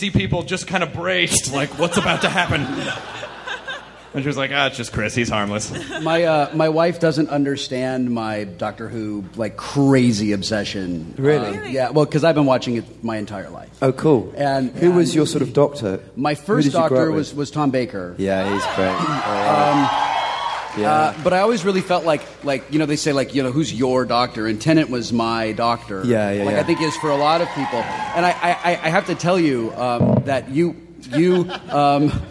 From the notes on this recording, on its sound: Recorded live in front of 800 Nerds at San Diego Comic-con.